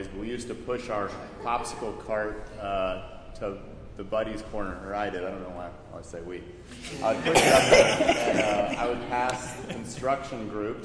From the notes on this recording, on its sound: At General Assembly last month. The recording was done LIVE in the main room, so it may be a little hard to hear in places. The Q&A portion at the end.